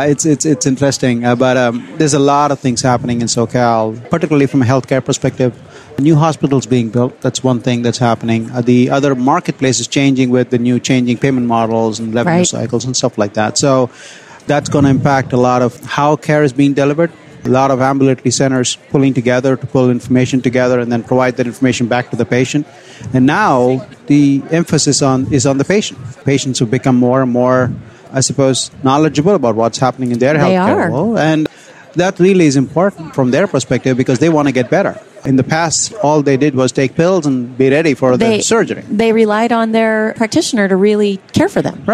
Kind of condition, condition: setting, busy venue